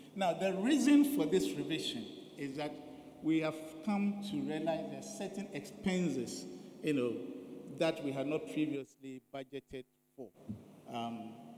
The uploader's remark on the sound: Sermon preached at CBC Shiashie